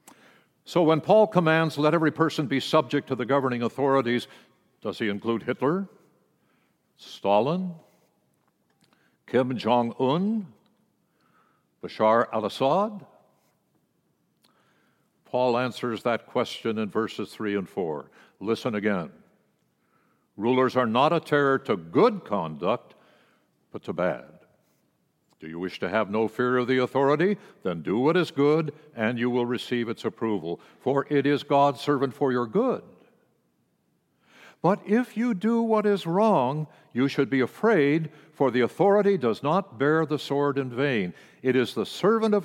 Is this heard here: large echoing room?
yes